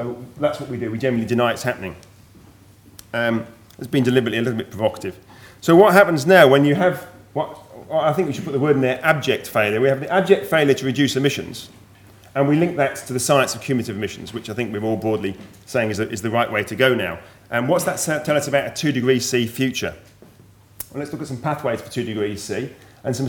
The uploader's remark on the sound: Keynote address from session 10 of the 4 Degrees international climate conference.